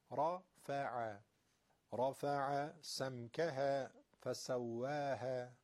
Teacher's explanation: رفع حرف را تفخیم میشه، دیگه حرف فا و عینم دیگه ترقیق میشن